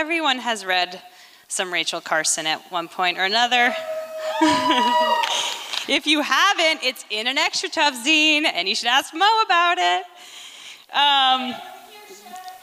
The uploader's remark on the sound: recorded at the Liberty Theatre in Astoria, OR on Friday, February 24th, 2023.